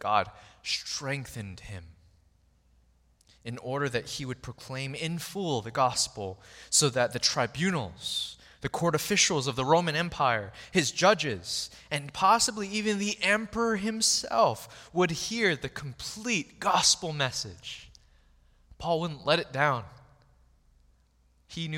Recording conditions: large echoing room